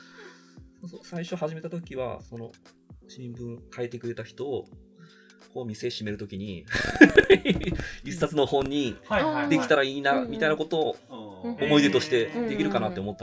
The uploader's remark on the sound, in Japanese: 引き続き、収録はポロポロ書店の店内で行なっています。相変わらずノイズ多めですが、悪しからず。